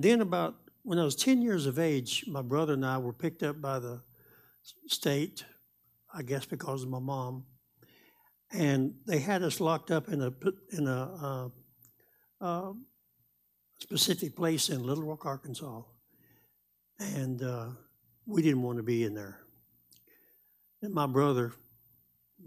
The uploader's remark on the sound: Live Wednesday Evening Service